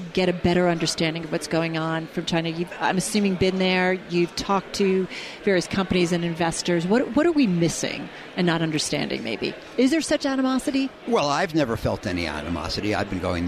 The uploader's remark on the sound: On the Air from the Milken Global Conference in Los Angeles